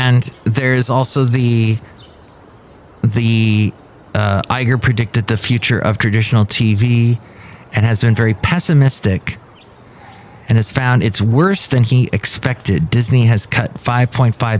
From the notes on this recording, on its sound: podcasts live from Café Anyway